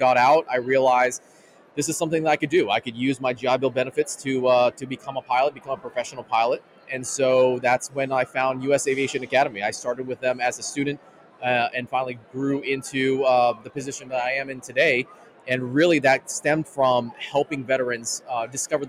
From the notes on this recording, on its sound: An exciting episode recorded live at the Latino Pilots Association Industry Expo 2023.